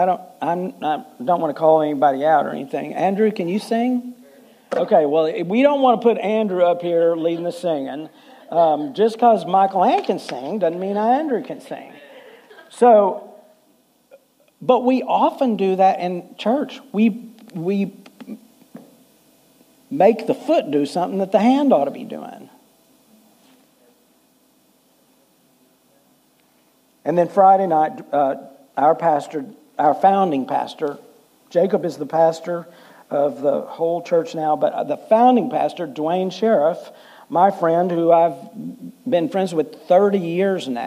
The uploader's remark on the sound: Full Sunday Service